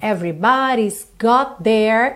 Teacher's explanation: got com their, eu junto num T só